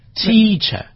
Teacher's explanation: 就是前面第一个重音重一些，后面弱一些